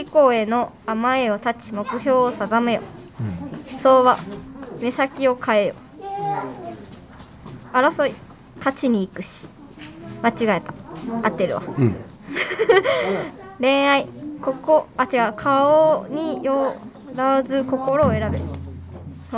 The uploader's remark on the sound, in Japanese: 初詣いってみた【はじめての屋外収録】。ゲストと一緒にはじめての野外収録してみたよ。